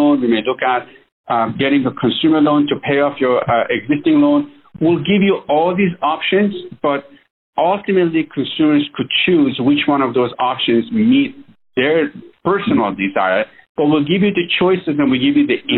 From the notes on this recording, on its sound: This is an excerpt from that phone interview.